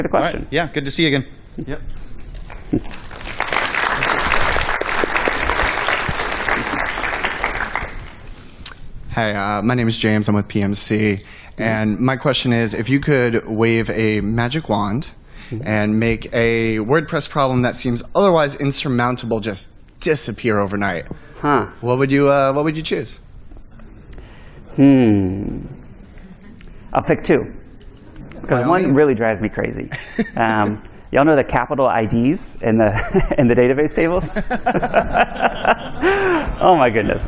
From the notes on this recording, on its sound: Today's episode is a recording from the official WCUS 2022 livestream found in this video . A Q&A session from the audience.